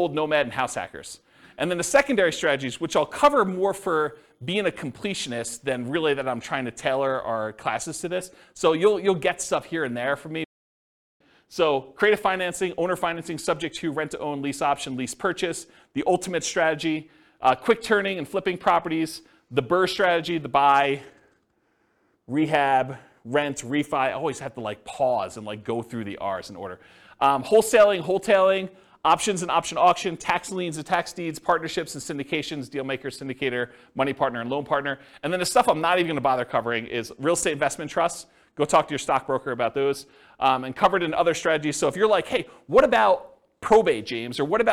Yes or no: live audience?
yes